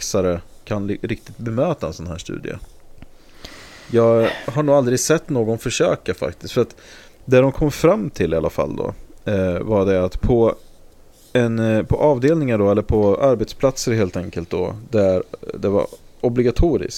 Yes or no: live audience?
no